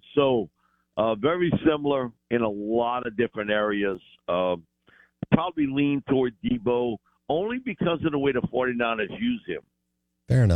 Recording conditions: phone line